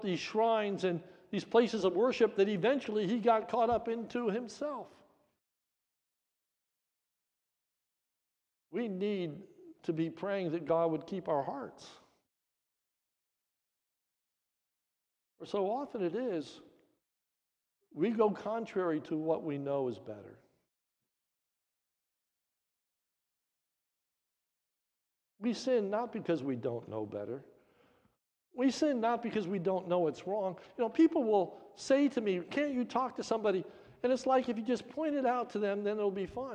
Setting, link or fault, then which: setting, large echoing room